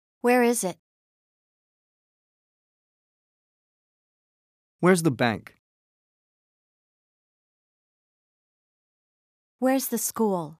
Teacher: Falling intonation for questions with where.